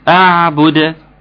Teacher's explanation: القلقله بتاعه الدال دي الاخيره والتوسط بتاع العين